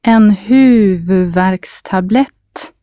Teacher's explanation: try to stress the first and last syllable clearly. The first stressed syllable carries a long U sound and the word ends with a long T sound. The trick is to concentrate on these two stressed syllables and kind of rush through the middle bit.